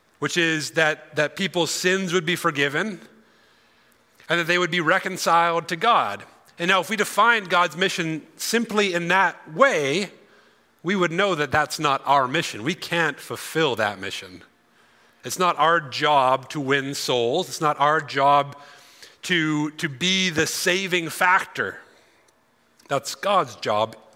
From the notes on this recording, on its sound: Grow Conference 2023: Session 3. During our 2023 Grow Conference!